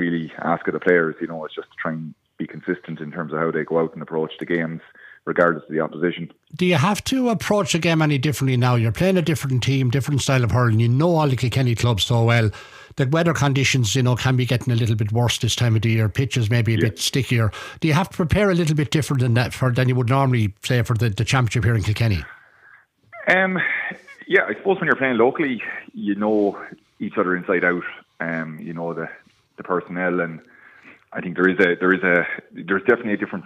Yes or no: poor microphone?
no